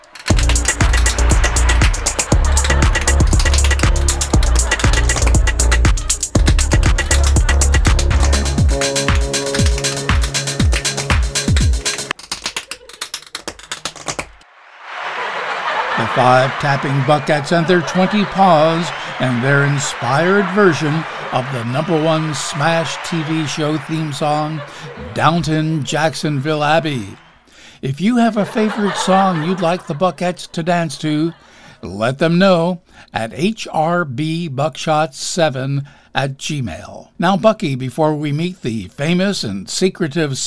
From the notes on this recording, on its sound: Live from the Stranded Theater in New York City.